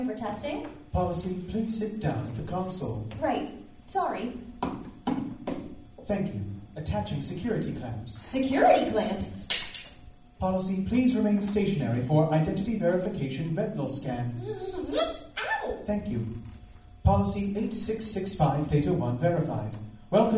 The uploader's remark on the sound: We are excited to share a live recording of our 2015 Chicago Fringe Festival show.